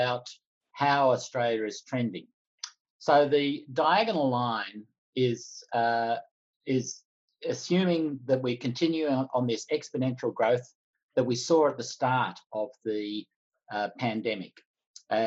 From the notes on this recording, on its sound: COVID-19: Your Questions Answered - Webinar recording.